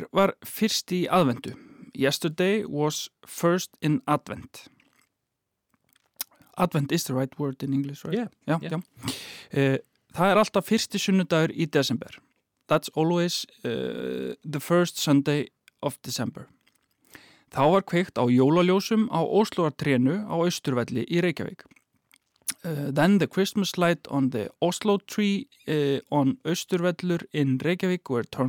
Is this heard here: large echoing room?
no